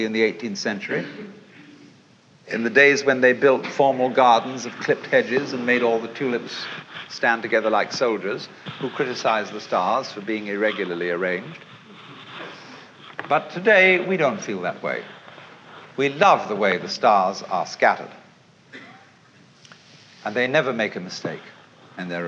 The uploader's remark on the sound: In this intimate session. A seminar session from SMU in 1965.